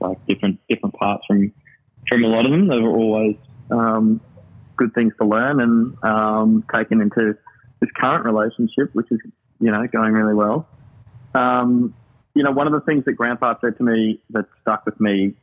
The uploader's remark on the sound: We spoke one rainy Sunday afternoon, over quite a chaotic but fun conference call.